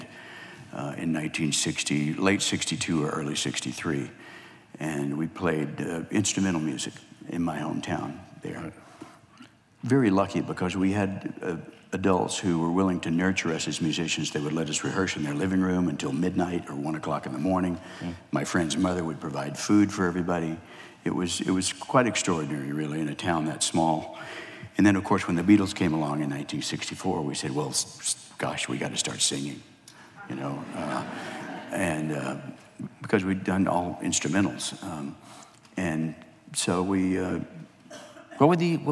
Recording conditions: live audience